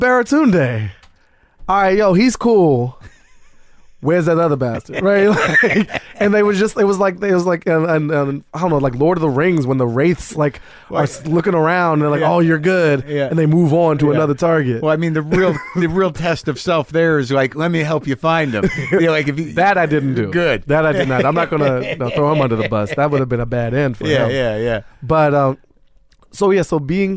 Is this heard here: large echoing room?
no